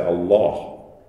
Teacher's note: the way this is pronounced in Arabic, the L is darkened